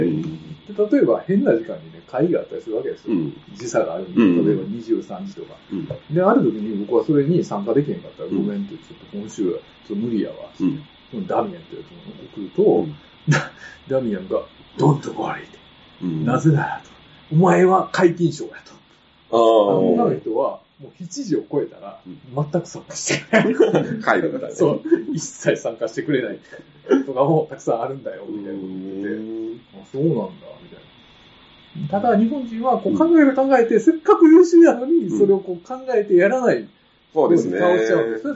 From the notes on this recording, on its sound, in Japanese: 録音環境が悪くてちょっと聴き取りづらいですね。ごめんなさい。